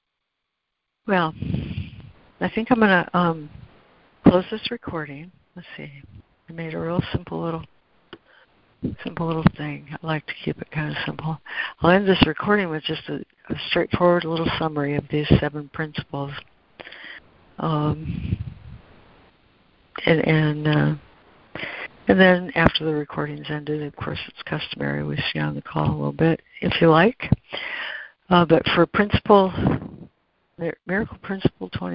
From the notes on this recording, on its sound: ACIM Daily Conference Call